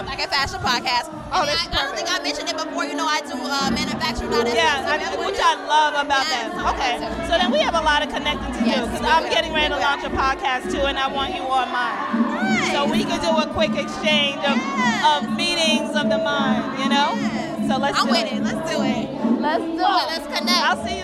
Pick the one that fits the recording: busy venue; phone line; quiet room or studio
busy venue